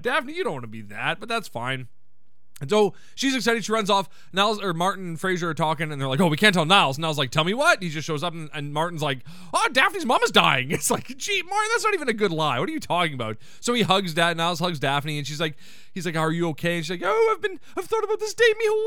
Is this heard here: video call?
no